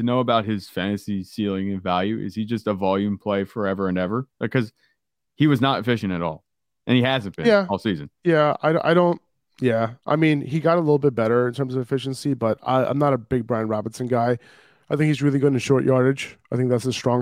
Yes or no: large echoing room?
no